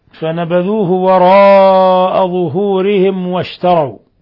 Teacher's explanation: قلنا وراء مد متصل، مد من 4 إلى 5 حركات، ثم ظهورهم واشتروا، ميم ساكنة جاء بعدها الواو إظهار شفوي، واشتروا به ثمنا قليلا.